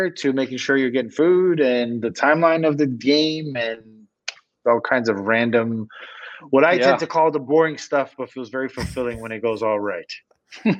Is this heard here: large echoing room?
no